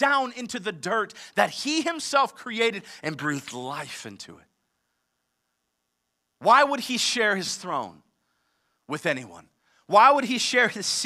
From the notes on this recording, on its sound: live from Covenant Church